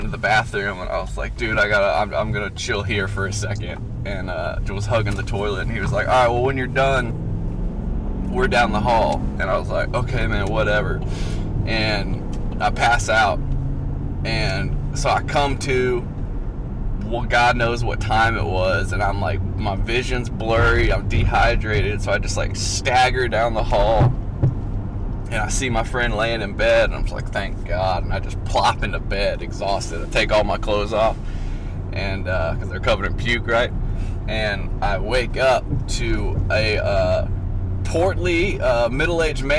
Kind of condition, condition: setting, inside a vehicle